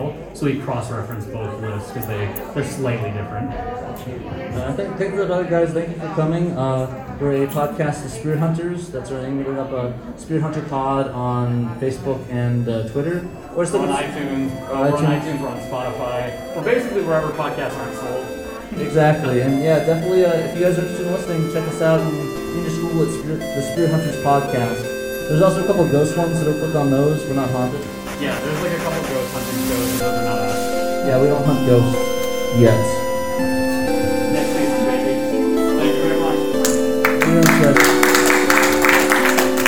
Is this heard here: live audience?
yes